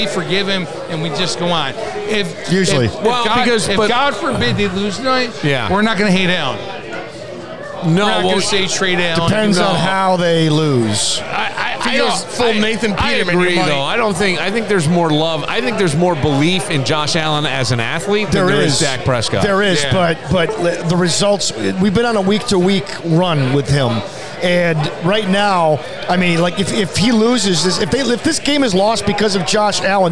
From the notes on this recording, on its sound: This episode was recorded at BTB Wood Fired Pizza and Grill in the Mall at Greece Ridge. Pittsburgh Steelers game.